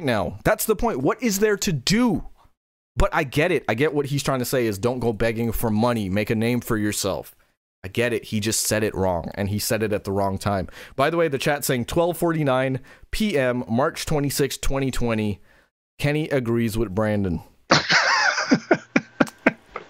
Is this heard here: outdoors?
no